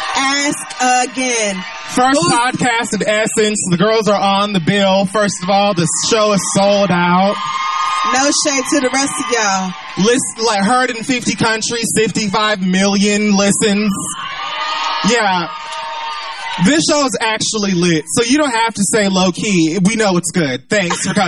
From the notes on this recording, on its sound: We go live in New Orleans for Essence Fest 2018.